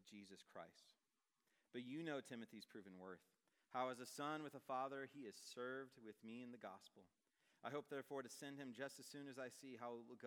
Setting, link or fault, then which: setting, live audience